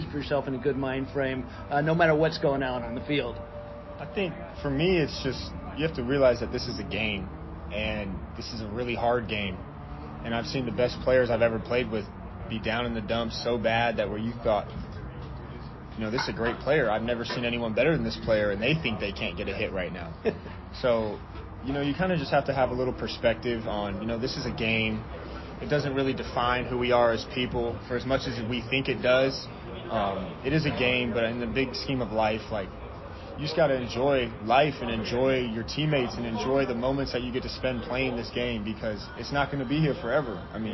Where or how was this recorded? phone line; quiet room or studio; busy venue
busy venue